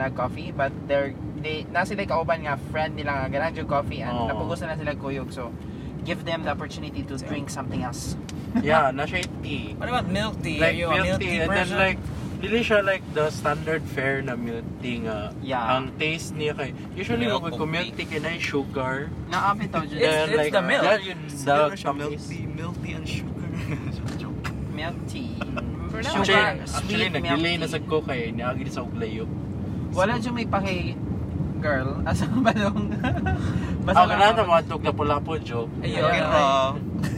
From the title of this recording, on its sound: Content Creator talks in a car #3 (Carcast)